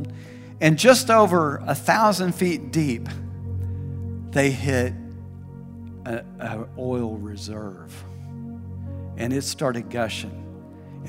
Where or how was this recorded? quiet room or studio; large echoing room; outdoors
large echoing room